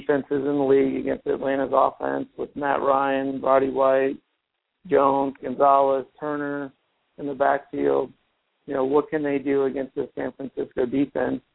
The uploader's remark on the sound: your calls and comments